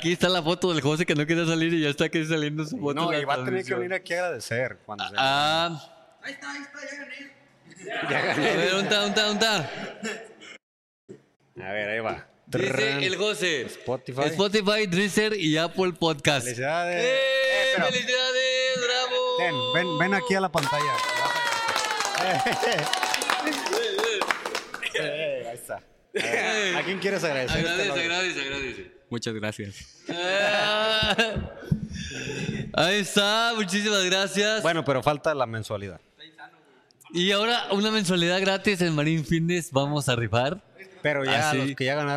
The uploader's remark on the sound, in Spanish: El episodio 25 de este podcast fue grabado totalmente en vivo desde las instalaciones de Marín Fitness Center.